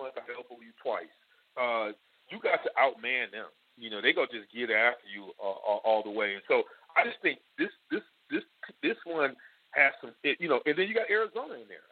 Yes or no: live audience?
no